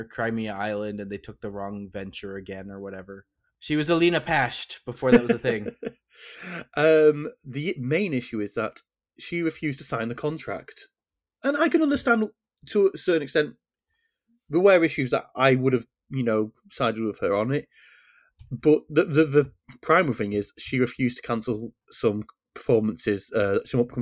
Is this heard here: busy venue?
no